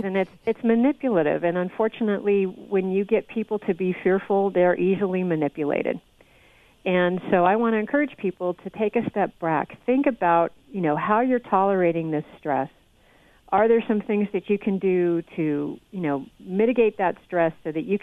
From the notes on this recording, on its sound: by phone